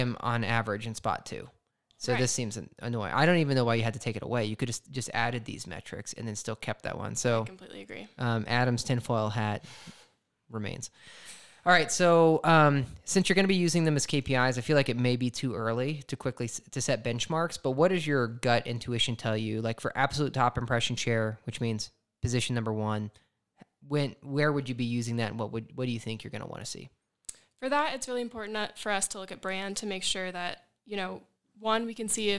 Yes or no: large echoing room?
no